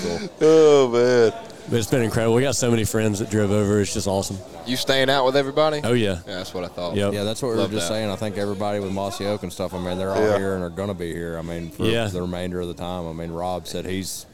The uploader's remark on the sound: Live from West Point, MS. We are LIVE & in line.